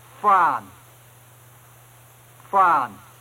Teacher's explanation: A high falling tone. Fan. Meaning to return.